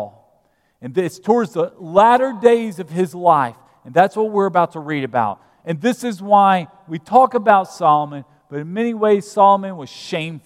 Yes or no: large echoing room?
yes